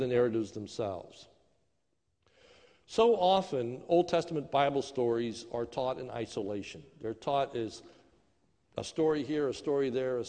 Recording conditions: large echoing room